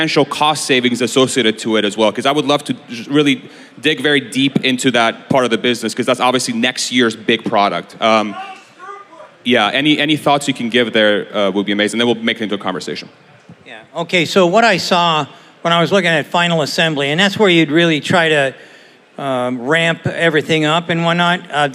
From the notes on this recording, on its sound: Tesla Con 2022 Panel. Hold a panel at the 2022 Tesla Con in Austin, TX.